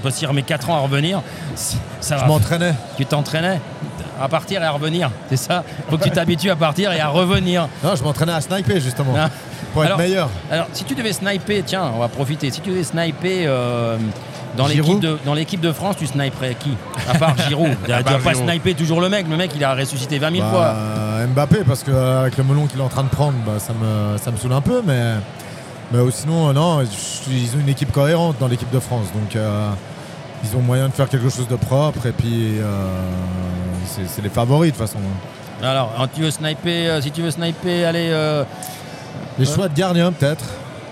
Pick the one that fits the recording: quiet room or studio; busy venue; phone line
busy venue